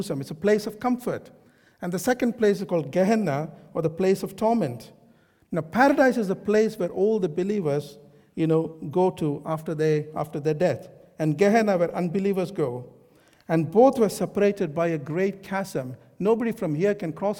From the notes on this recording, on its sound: This sermon was recorded on Sunday 9th April 2023 at our Great Denham venue.